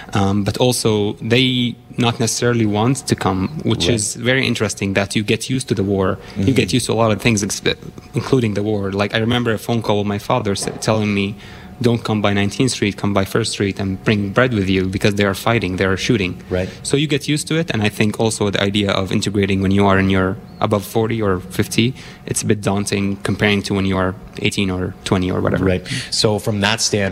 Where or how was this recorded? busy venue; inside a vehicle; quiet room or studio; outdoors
busy venue